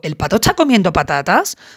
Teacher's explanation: Y ahí cambia la estructura suprasegmental, porque tendría una entonación que corresponde a la oración interrogativa, que ya no formaría parte de, la representación segmental, sino de la suprasegmental porque pertenece a la prosodia.